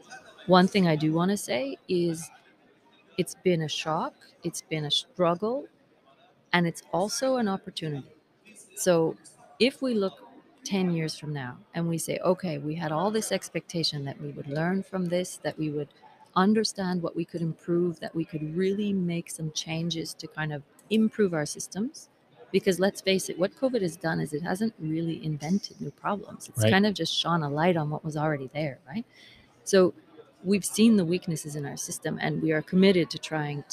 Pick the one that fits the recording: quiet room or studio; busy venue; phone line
busy venue